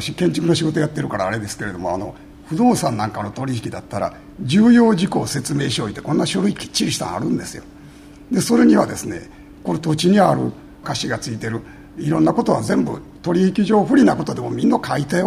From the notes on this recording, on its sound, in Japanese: 公開録音特集の後編。